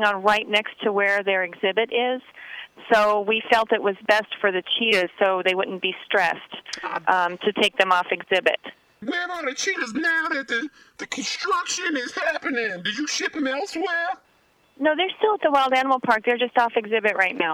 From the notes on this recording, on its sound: Prank Phone Calls